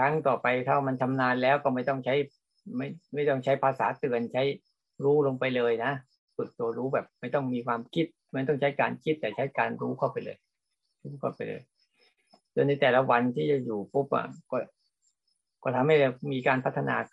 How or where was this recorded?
video call